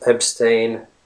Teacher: in Chicago and Great Lakes area, the ash sound is tense in all words, even if the letter A is followed by consonants such as B, D, Z, and many others.